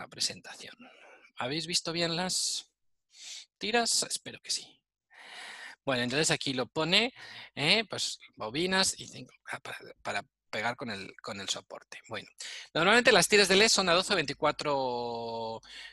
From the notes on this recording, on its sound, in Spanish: Audio del webinar. Audio del webinar sobre iluminación con tiras de LED RGBW y el módulo Z-Wave RGBW de Fibaro .